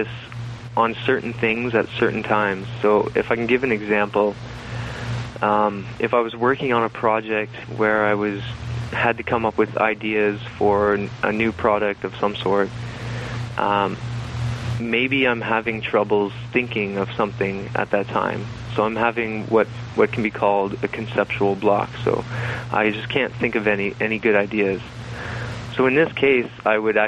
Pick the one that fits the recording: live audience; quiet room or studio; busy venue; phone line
phone line